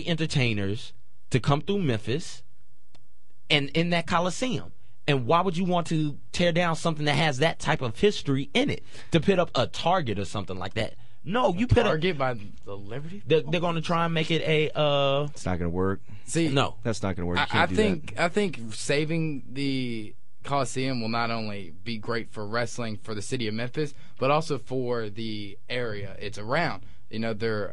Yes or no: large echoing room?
no